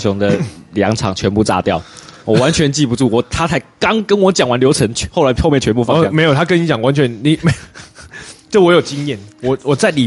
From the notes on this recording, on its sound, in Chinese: 錄音地點：咖啡秘辛五妃店